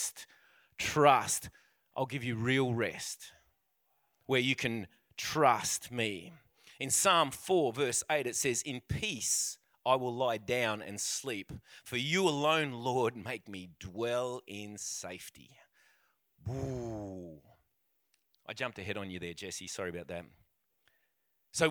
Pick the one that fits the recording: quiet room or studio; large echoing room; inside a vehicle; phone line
large echoing room